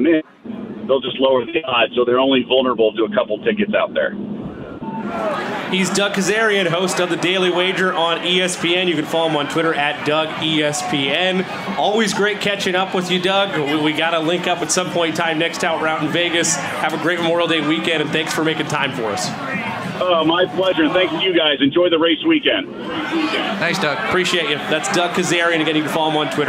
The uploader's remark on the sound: Live from the track. From Pagoda Plaza. How jam packed the Indianapolis Motor Speedway is right now for Carb Day.